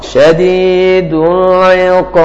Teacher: Sekali lagi baca dengan tidak timbul qalqalah